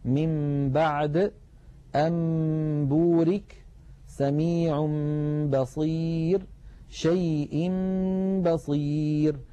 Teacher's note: إذن إن أتى بعد النون الساكنة أو التنوين باء نقلب النون أو التنوين إلى ميم ثم نخفي تلك الميم عند الباء بتطويل غنتها ويرتفع وتنطبق الشفتان على الميم وعلى الباء انطباقة واحدة · Term: القلب